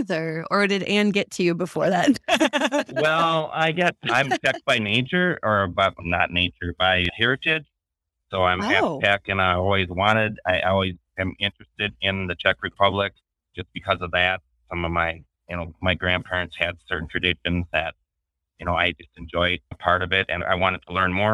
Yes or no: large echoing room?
no